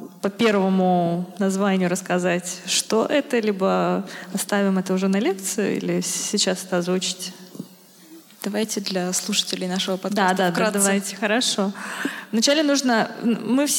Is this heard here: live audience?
yes